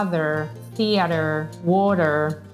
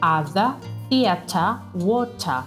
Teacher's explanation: in British English hanno la R completamente invisibile. O meglio, si scrive ma non si sente · Shown in: second take · quindi avremmo other, theater, water.